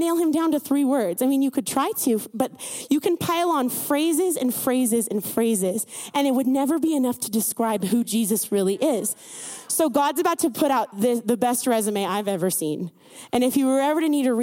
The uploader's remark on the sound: CYA WINTER CAMP 2022. Recorded Live at Faith Heights, Donelly Idaho.